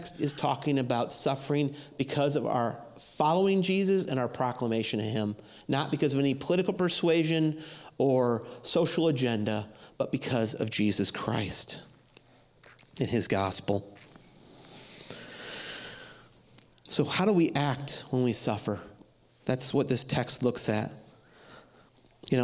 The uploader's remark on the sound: audio from New City Church in Champaign-Urbana, IL